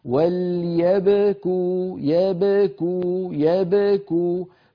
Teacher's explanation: يبكوا الباء ساكنة قبلها مفتوح وبعدها مضموم